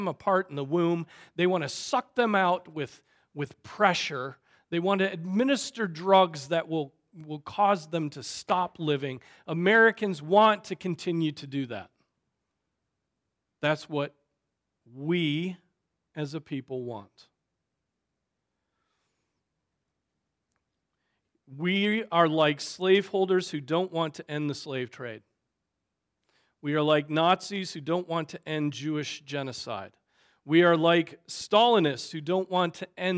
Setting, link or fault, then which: setting, large echoing room